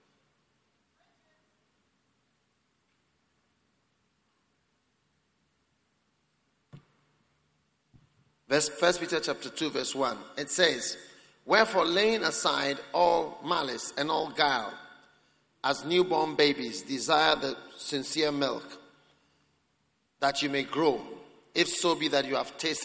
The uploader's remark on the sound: Preached at the Prophetic Encounter Service